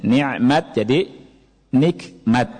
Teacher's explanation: ain dalam bahasa Arab itu banyak berubah jadi kaf di Indonesia, jadi ka.